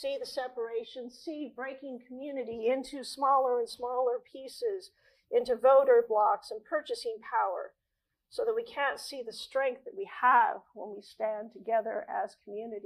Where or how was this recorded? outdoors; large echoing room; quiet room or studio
large echoing room